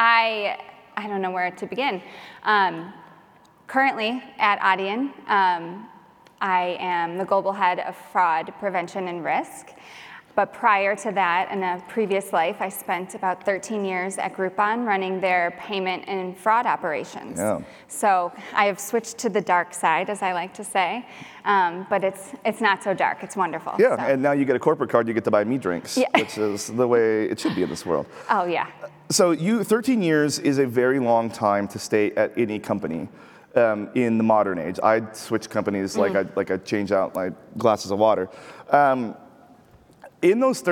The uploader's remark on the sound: LIVE Interview. From the PaymentsEd main stage! I was invited to do a live taping of my show at PaymentsEd San Diego from the main stage!